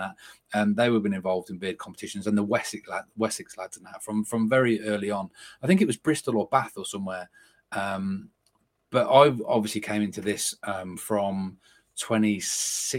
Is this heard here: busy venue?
no